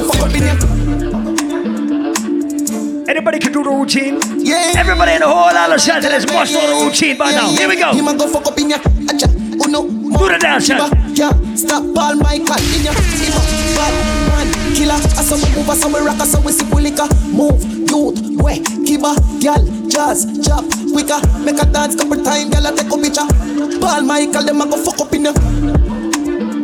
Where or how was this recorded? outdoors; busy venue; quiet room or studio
busy venue